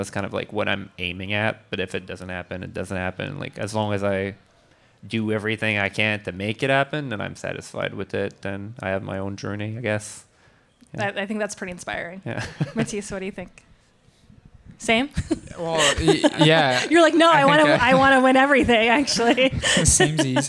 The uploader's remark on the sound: Live chat from downtown Montreal at Soboire. Live from the Grand Prix Cycliste de Montréal. Live chat from downtown Montreal at Soboire.